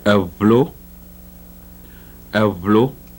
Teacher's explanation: the voiced bilabial fricative in a cluster · the voiced labiodental fricative in a cluster